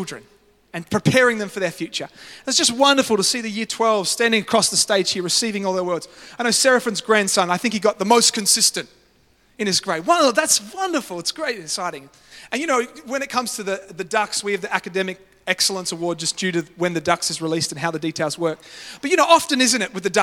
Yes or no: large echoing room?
yes